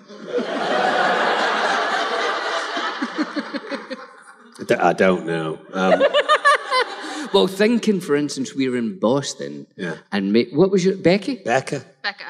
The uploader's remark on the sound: Live at the Fan Expo in Boston!